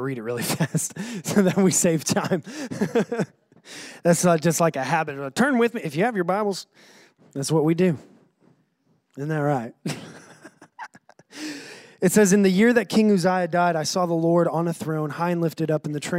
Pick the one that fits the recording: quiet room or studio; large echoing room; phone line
large echoing room